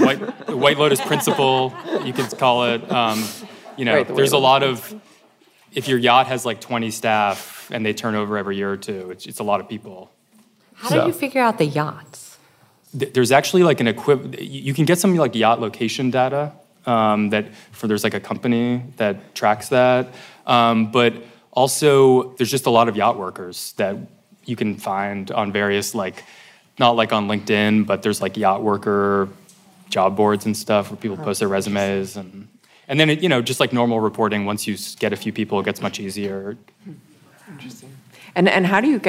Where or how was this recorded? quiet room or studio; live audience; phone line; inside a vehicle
live audience